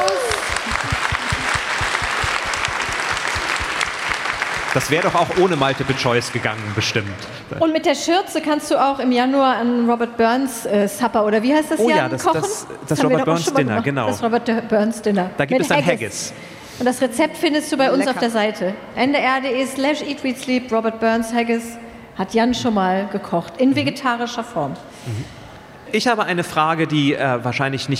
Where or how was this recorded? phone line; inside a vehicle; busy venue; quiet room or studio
busy venue